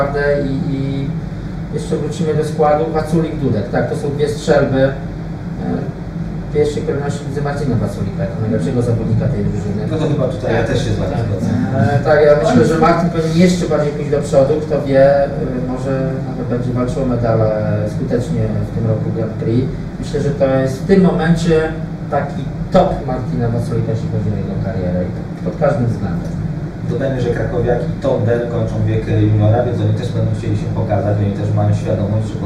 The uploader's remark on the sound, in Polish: Nagranie zostało zrealizowane w pubie "Same krafty" przy ul. W Warszawie.